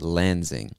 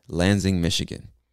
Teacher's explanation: So that S kind of makes a Z sound